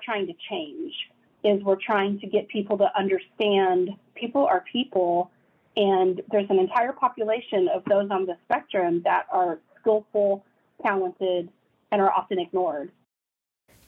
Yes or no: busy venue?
no